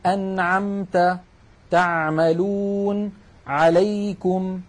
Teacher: وأحب أن أنبه بأن العين الفصيحة أعمق من العين التي نعتاد في أغلب العاميات المعاصرة أن نأتي بها. نحن متعودون أن نقول مثلا يعني مخرج مرتفع قليلا. · العين مثل مثلا أنعمت، تعملون، عليكم، هذه العين تخرج من وسط الحلق. وأحب أن أنبه بأن العين الفصيحة أعمق من العين التي نعتاد في أغلب العاميات المعاصرة أن نأتي بها.